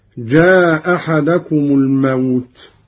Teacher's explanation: قوله تعالى: حتى إذا جاء أحدكم الموت توفته رسلنا. قرأ قالون بإسقاط الهمزة الأولى هكذا: جاء أحدكم الموت.